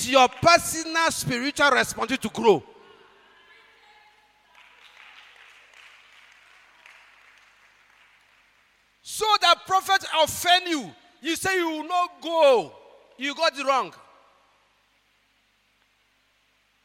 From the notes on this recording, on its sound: preached at God's Haven Ministries, The Purpose Assembly on Sunday 04th June, 2023.